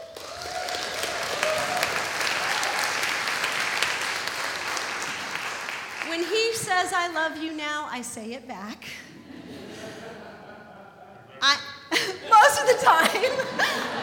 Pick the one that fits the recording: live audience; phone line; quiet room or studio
live audience